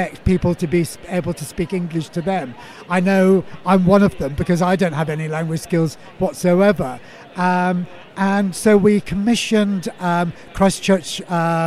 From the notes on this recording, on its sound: Recorded at the World Travel Market, 2018, we partnered up with some of the exhibitors and delegates to get a flavour of what was being discussed at the event.